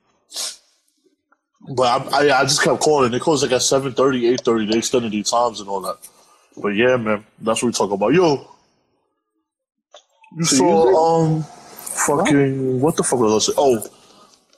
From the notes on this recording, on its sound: via IG LIVE due to quarantine